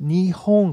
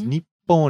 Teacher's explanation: ni hon kind of flows, whereas ni pon is like a stop in there, that pause in there